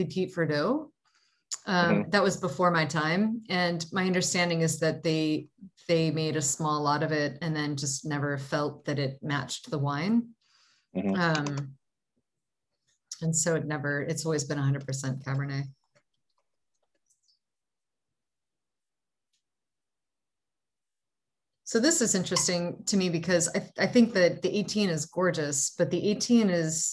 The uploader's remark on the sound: In this Zoom session